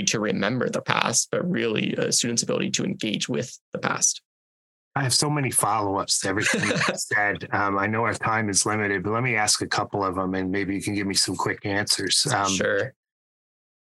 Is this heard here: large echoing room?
no